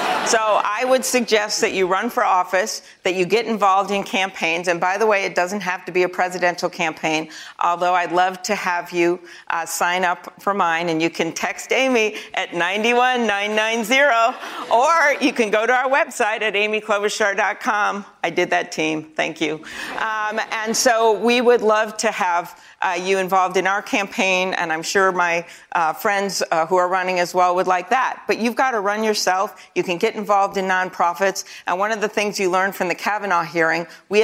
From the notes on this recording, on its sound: answers questions from students and young New Hampshire Democrats during a live town hall